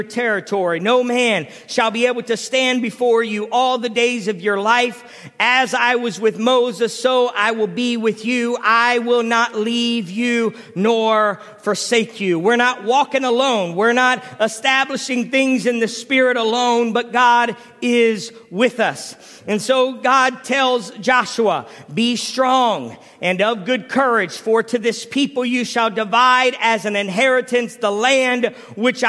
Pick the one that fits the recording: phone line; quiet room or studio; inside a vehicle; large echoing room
large echoing room